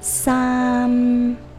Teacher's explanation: 其中三和十，韵母结尾的时候呢，它都是 M 和 P。都是双唇音。